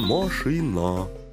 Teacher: тру татары, говорящие по-русски, будут изо всех сил смещать ударение в конец. По-русски «машина», татарща «мошино».